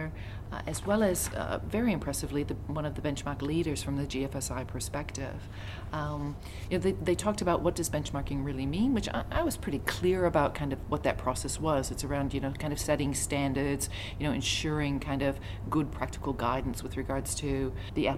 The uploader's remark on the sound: Onsite at the GFSI 2022 Conference, hosted this year in Barcelona.